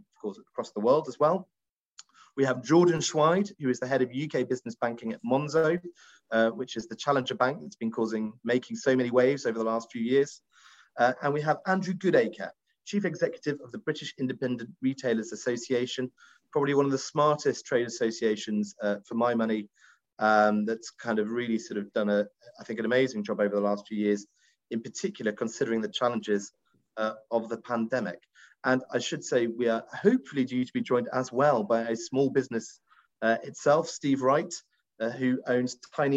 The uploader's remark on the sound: On a recent Global Counsel event. This is a recording of one of our digital events.